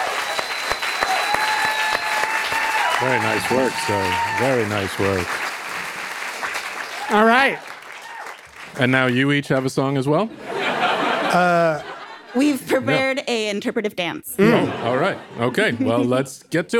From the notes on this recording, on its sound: in front of a live audience